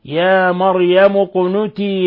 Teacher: إذن القاف ساكنة في قوله تعالى أقنتي تقلقل